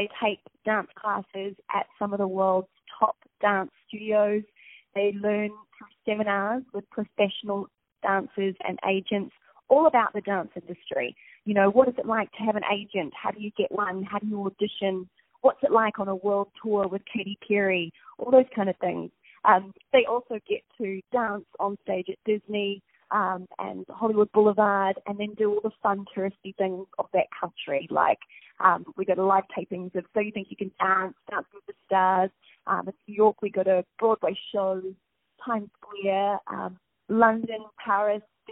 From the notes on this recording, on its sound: On the phone